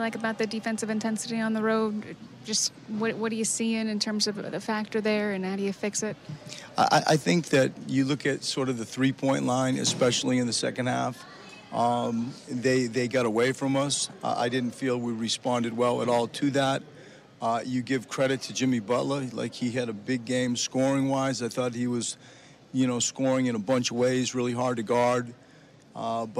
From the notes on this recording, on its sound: postgame press conference